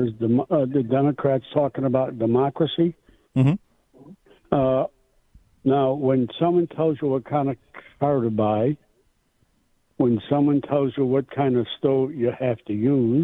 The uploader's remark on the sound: we take lots of phone calls